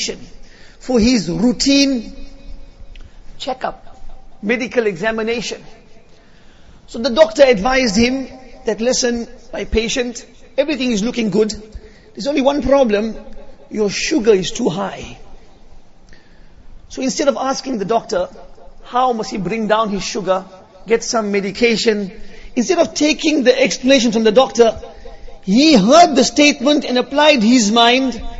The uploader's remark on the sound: Jumuah lecture